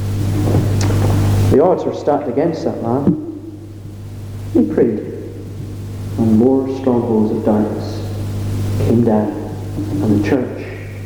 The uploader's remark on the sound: Apologies for the sound quality